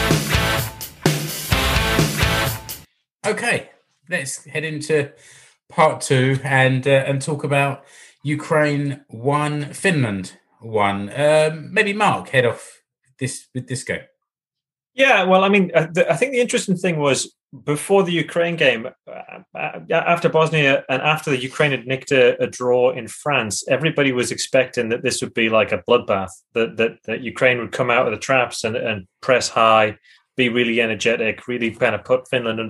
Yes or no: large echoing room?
no